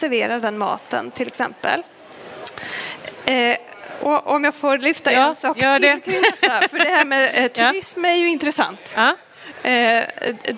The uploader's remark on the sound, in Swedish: Livepodd från Vetenskapsfestivalen